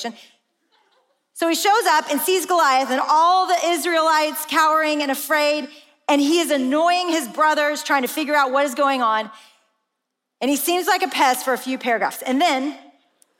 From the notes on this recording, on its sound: In this special episode from AWAKEN Conference 2022.